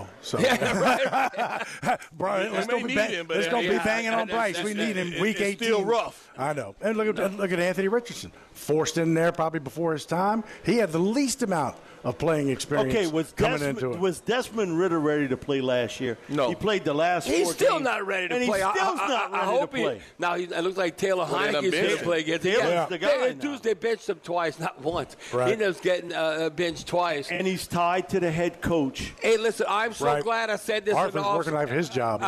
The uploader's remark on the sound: broadcasting LIVE at Rouses in Covington.